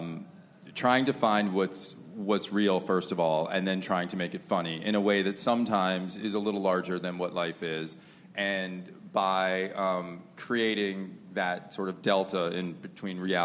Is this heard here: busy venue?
yes